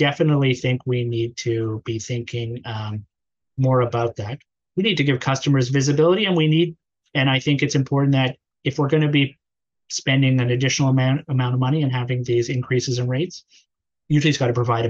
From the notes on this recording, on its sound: on Zoom